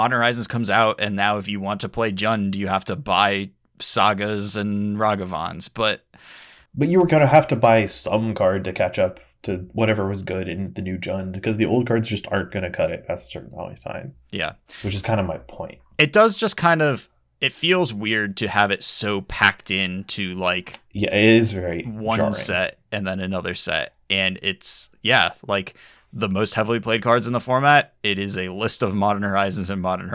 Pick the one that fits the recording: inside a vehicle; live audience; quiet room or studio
quiet room or studio